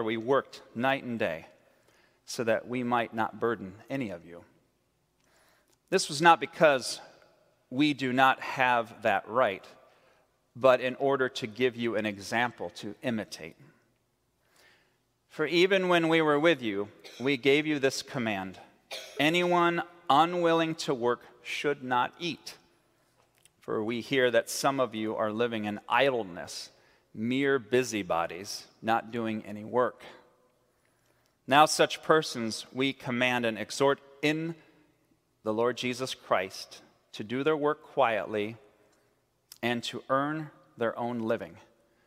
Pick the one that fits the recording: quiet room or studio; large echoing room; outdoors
large echoing room